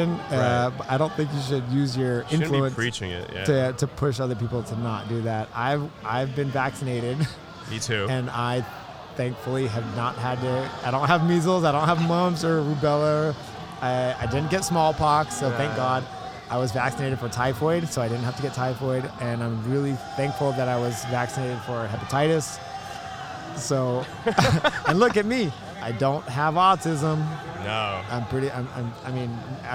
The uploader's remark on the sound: Part 2 of the non-live broadcast from Nogi Worlds in Anaheim, California.